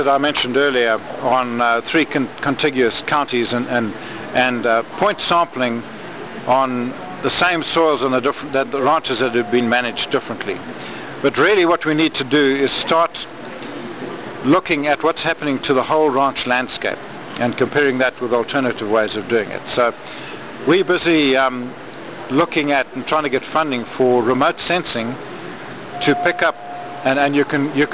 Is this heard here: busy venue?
yes